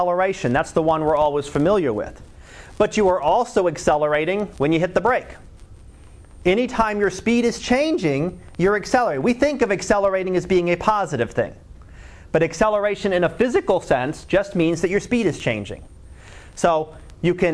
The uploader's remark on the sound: Live Class Lecture